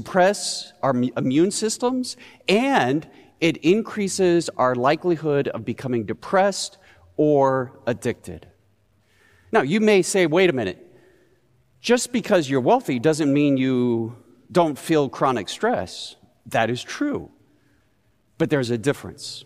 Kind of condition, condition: setting, large echoing room